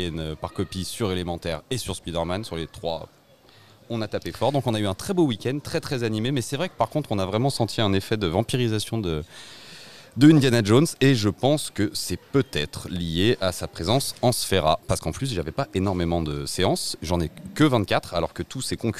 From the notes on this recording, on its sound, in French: Episode enregistré au cinéma Les 7 Batignolles dans le 17e arrondissement à Paris le 3 juillet 2023.